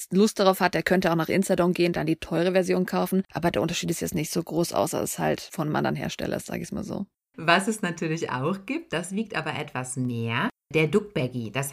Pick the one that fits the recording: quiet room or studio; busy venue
quiet room or studio